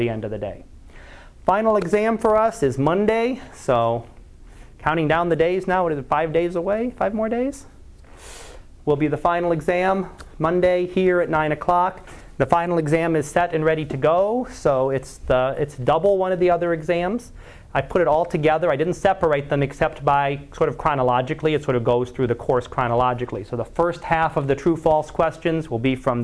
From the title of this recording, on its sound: Live Class Lecture